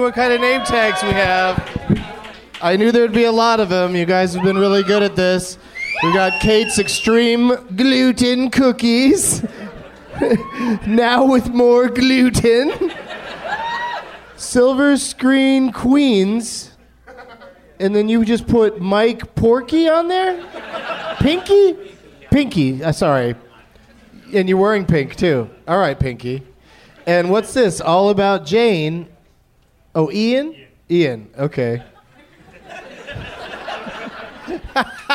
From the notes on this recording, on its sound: Live from the Helium Comedy Club in Portland, OR